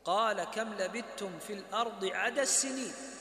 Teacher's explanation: نأخذ حرف السين من هذه الكلمة، تدغم الدال في السين